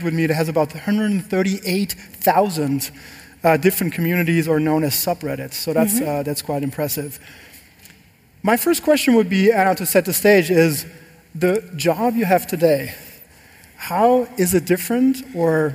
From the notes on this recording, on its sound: Recorded live at The European Communications Summit in Berlin.